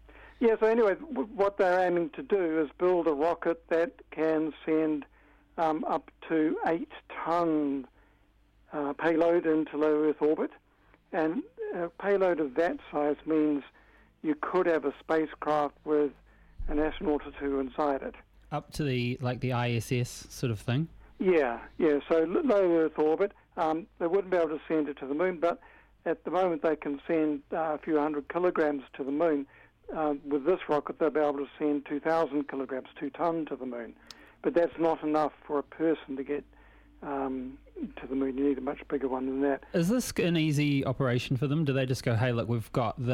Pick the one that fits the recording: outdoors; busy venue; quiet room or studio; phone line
phone line